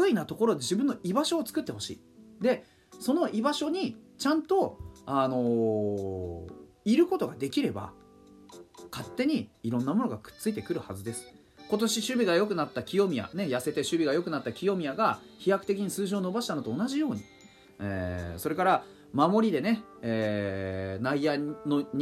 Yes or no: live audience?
no